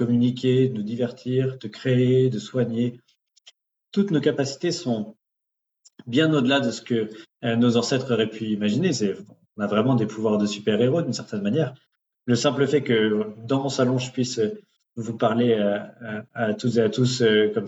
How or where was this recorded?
video call